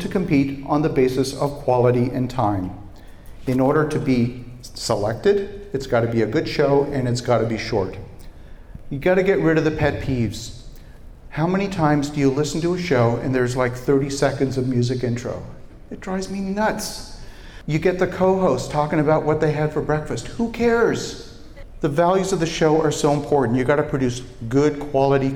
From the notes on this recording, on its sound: Today's episode was recorded in front of a live studio audience at Podcast Movement 2018 conference in Philadelphia.